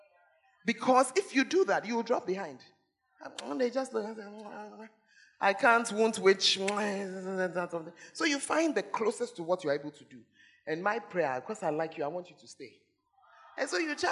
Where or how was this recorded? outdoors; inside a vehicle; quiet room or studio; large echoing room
large echoing room